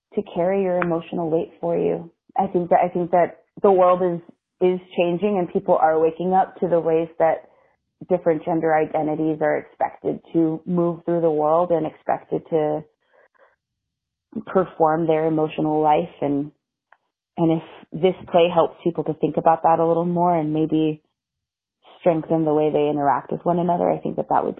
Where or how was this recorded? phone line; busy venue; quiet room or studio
phone line